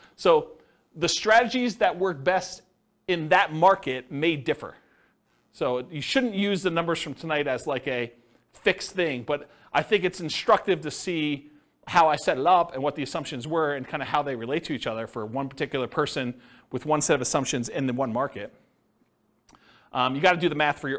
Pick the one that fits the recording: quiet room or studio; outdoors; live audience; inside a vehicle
live audience